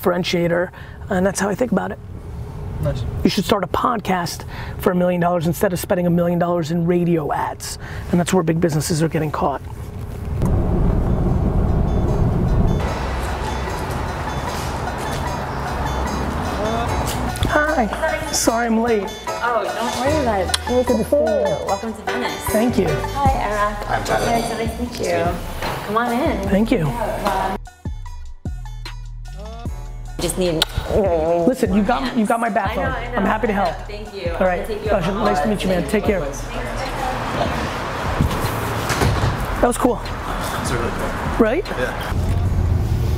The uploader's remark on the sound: In The Back Of A Car